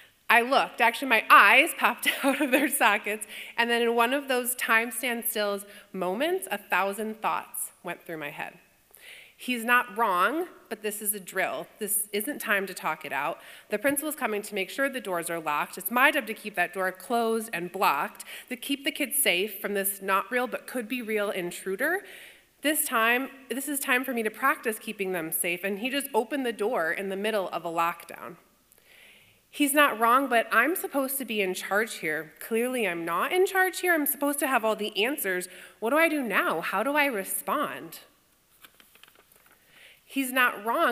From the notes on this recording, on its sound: Instead of an interview, you’ll be hearing stories recorded live at the Voices of Lake County spring showcase.